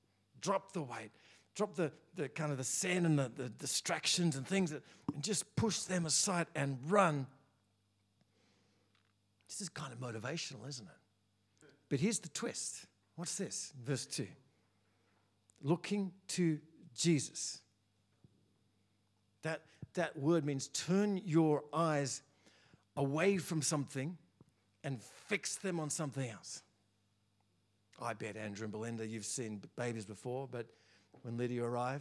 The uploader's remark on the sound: First preached in C3 Bathurst on 29 October 2023. We are joined by a panel to share their personal experience of trials.